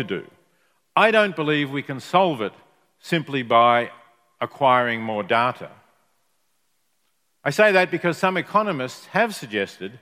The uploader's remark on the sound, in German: Live-Keynote von der Morals & Machines 2019.